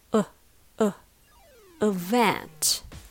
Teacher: The stress should be on the second syllable, so it's event. Since the stress is on the second syllable, the first syllable is pronounced with a very light sound called schwa.